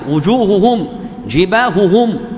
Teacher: عندي هاء وهاء، هاء وهاء، ما يضغم، وإنما يجعلها على لفظها